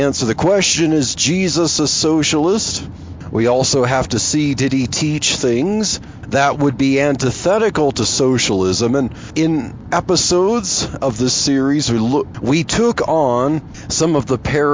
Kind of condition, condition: setting, inside a vehicle